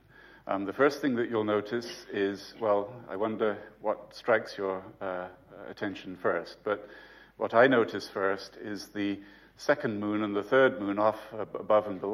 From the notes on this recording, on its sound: UCL Lunch Hour Lecture